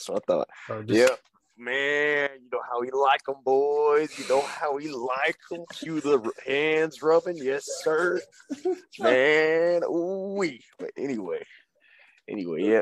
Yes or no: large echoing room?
no